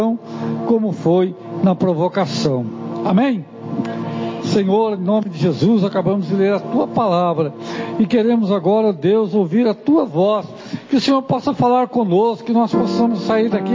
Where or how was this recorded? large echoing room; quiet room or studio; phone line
large echoing room